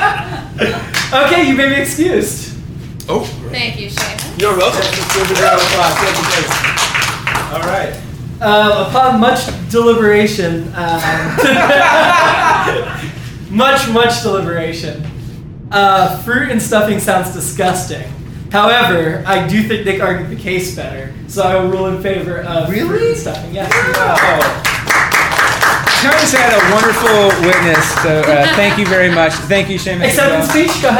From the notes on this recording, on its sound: we argued this for our live audience